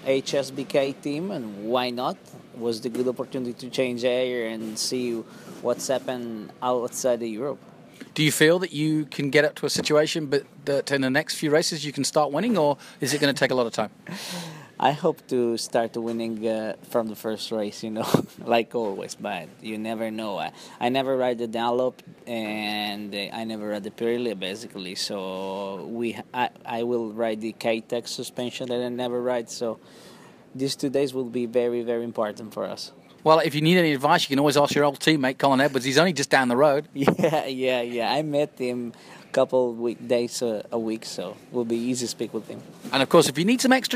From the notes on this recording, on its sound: At the COTA testing.